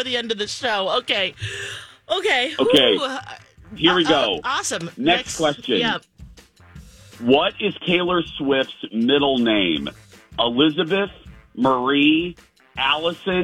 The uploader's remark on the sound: on the phone